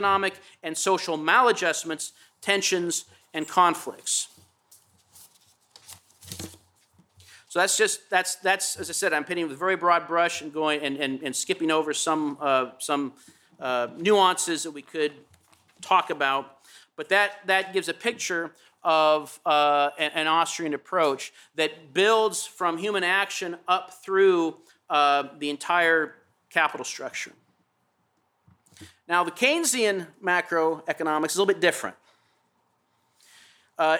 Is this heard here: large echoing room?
yes